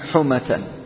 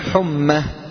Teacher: وقد يشدد الميم فيقال حمة، وهذا قليل · Shown in: second take